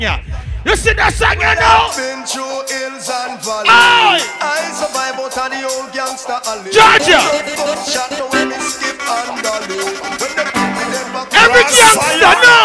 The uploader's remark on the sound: Sexy Boots Affair "Grown & Sexy" Live in LA